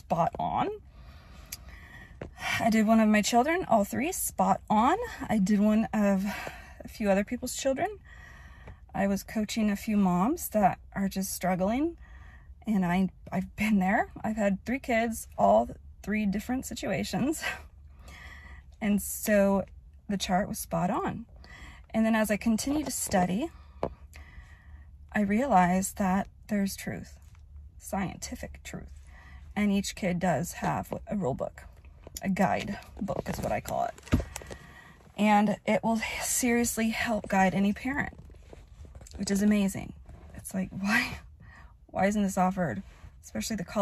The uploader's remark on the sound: Sitting in my car